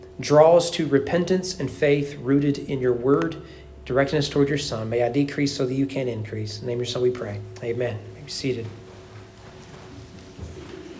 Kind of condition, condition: setting, large echoing room